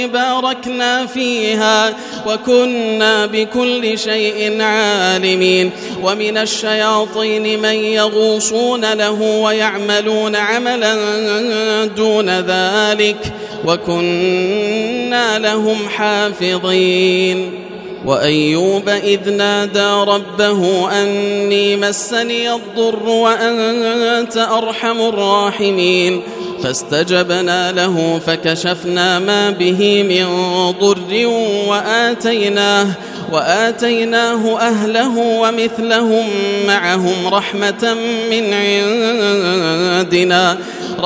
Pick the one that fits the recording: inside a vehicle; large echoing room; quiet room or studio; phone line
large echoing room